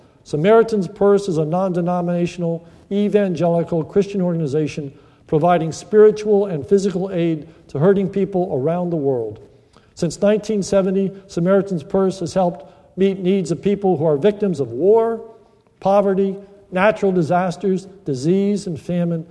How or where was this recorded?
large echoing room